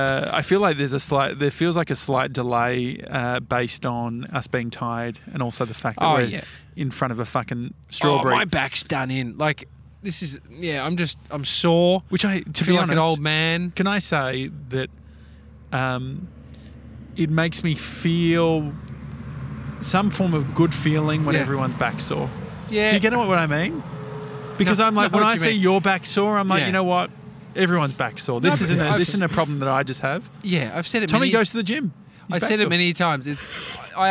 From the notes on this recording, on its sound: Stacks On At The Big Strawberry. We're doing the show live outside the Big Strawberry in Koonoomoo, Victoria.